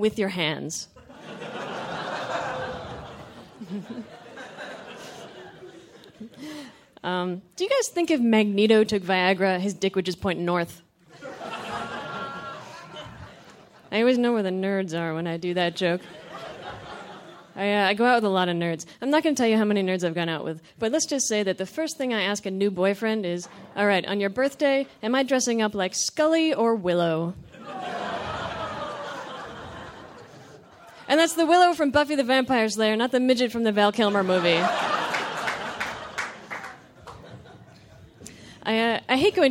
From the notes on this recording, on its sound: Her set was recorded at The Sound of Young America Presents: Laugh Night, a benefit for Art Share Los Angeles.